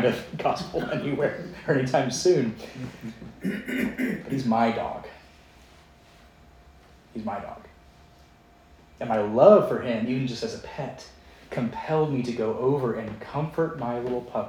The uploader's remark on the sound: Preached at Downtown Presbyterian Church in Lynchburg, VA